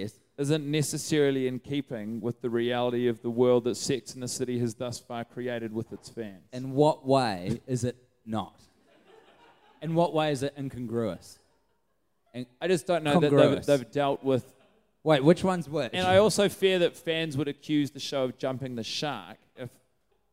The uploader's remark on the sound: Recorded in front of a live audience in downtown Auckland at The Montecristo.